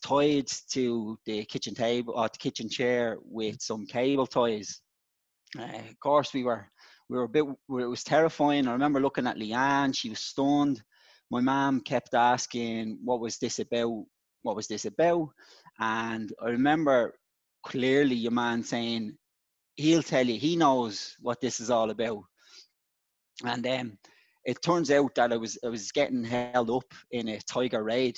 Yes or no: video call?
yes